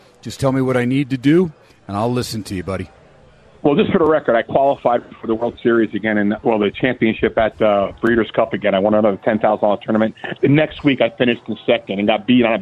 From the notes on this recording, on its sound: "Live" from #SteinersPub on a #HumpDay it's #SportsXradio.